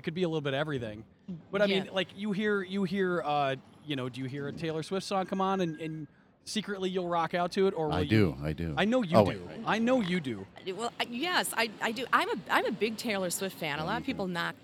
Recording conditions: outdoors